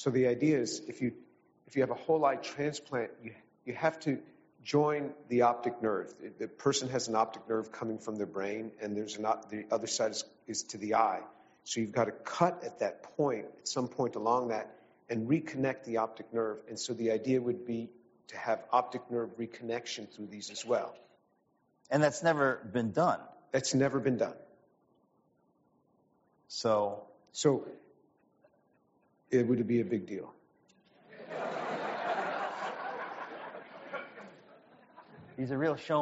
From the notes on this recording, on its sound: This event took place at the River Oaks Country Club in Houston, Texas.